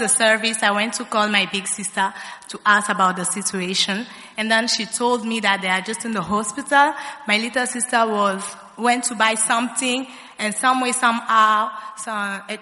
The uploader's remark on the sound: Preached at the First Love Center.